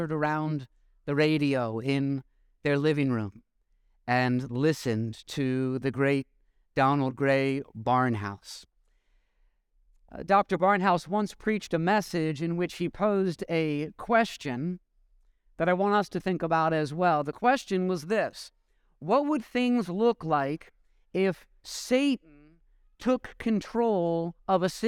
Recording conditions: large echoing room